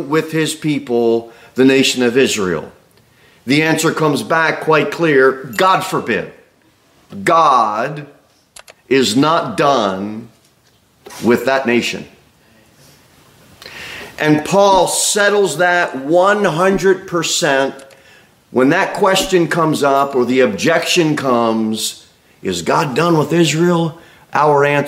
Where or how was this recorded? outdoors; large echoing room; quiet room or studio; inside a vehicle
large echoing room